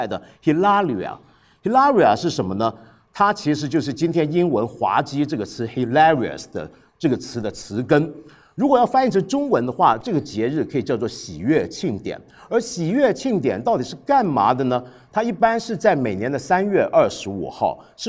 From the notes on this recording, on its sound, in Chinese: 新《八分》现场版。在看理想·室内生活节活动上。